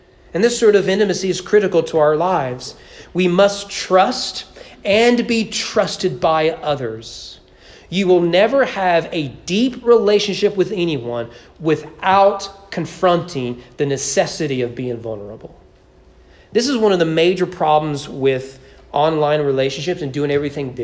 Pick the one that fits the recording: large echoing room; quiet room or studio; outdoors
large echoing room